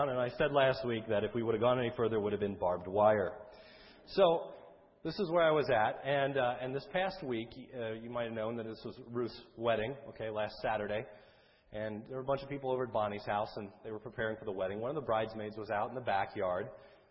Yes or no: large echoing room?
yes